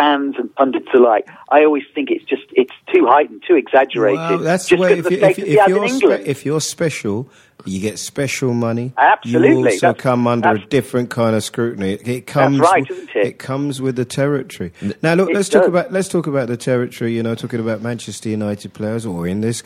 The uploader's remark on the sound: on the phone once again